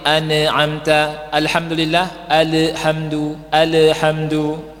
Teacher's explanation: mengqalqalahkan huruf yang sukun sehingga seolah-olah menjadi berharokat